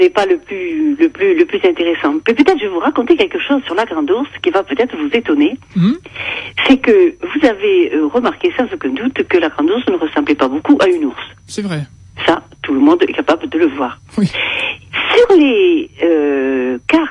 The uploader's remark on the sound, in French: par téléphone